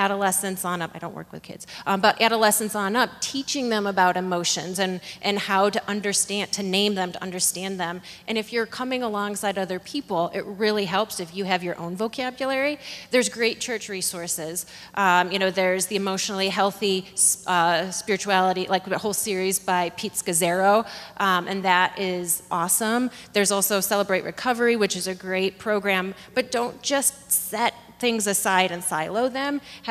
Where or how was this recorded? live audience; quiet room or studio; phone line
live audience